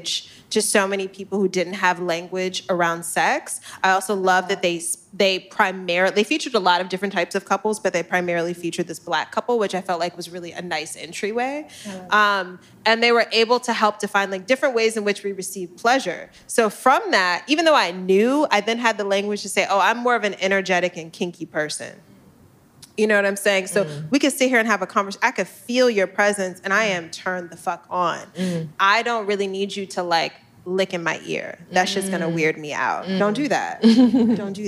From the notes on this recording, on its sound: Season 3 of Cool Moms LIVE at Soho House kicks off in Los Angeles